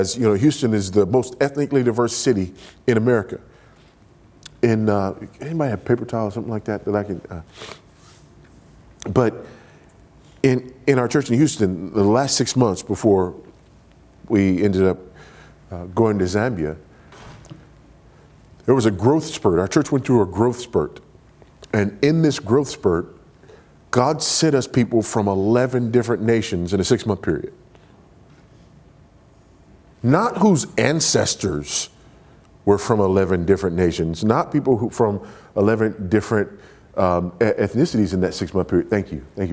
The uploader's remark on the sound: at the Southeast Founders "Do Justice, Love Kindness, Walk Humbly" regional conference in Cape Coral, Florida